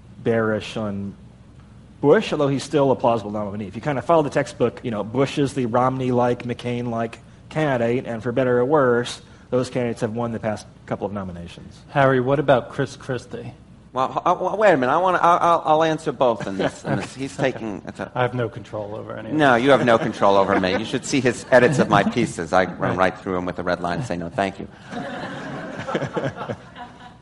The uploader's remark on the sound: As part of an Advertising Week panel.